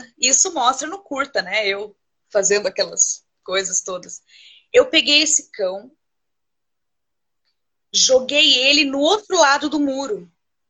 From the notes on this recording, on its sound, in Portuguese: Live ocorrida no Instagram